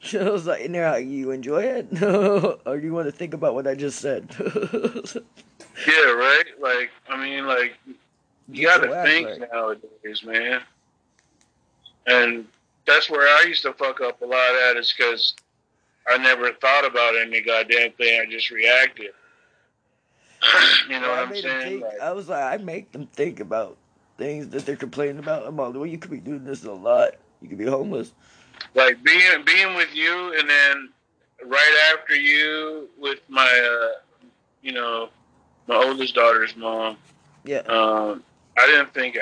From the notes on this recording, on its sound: a phone chat